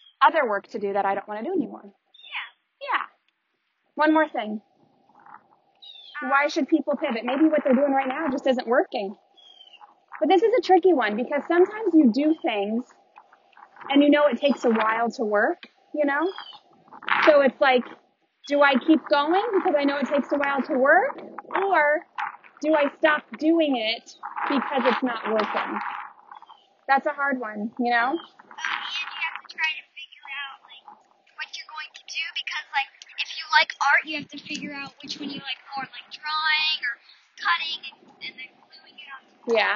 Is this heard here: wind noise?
yes